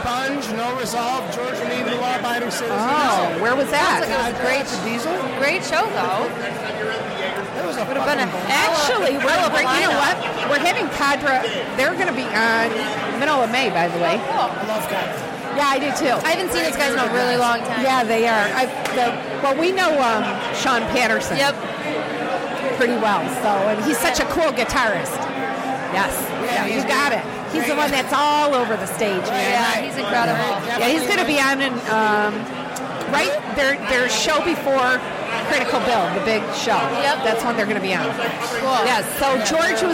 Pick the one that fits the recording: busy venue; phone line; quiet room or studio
busy venue